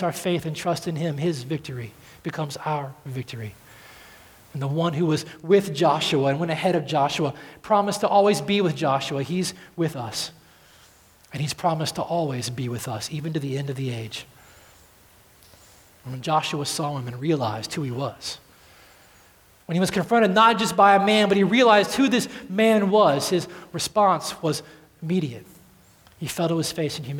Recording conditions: large echoing room